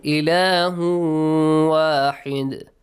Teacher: When you make a pause here, واحد دال has an echoing sound